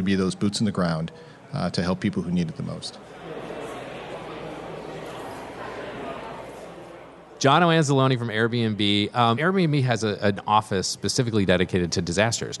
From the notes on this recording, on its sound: Live From The 8th Annual Building Resilience Through Private-Public Partnership Conference In Washington D.C.